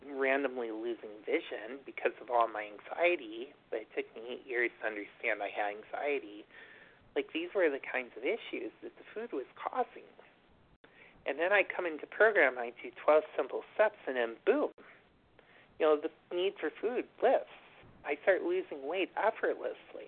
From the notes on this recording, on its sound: from the 100 Pounders Phone Meeting